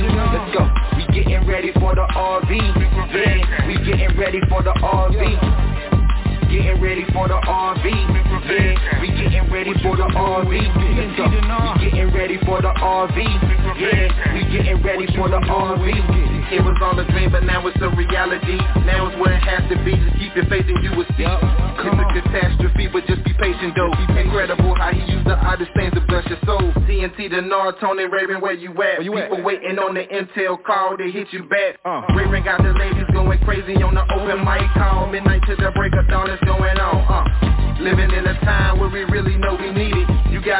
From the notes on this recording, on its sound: TNTSuperfantastic Conference Call